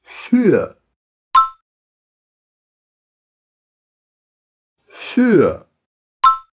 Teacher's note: a gente não faz um som de I não, tá? É um som misturado de U com I. Capricha no biquinho · Term: U umlaut